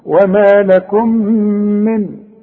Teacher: من نون ساكنة وبعدها دال، يبقى حخفي